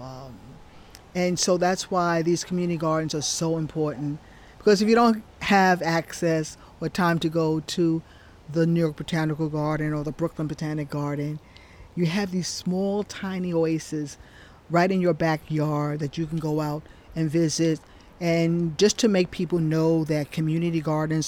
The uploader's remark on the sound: It took 30 minutes talking to Bronx residents outside the New York Botanical Garden to get a lesson in disparity, neighborhood history, and green spaces.